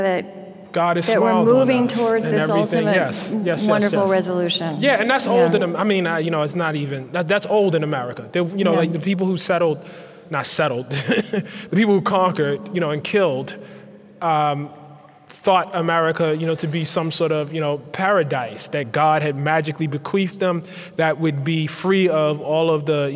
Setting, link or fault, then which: setting, live audience